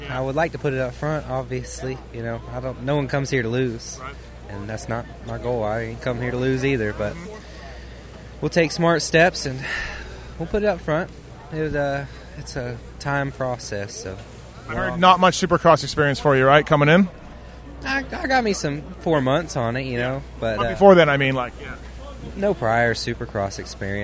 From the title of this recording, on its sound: 2023 Houston SX Post-Race Interviews